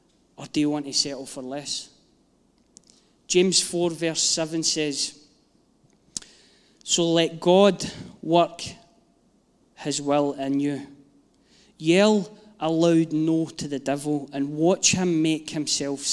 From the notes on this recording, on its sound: Live from our Sunday gathering 03/07/22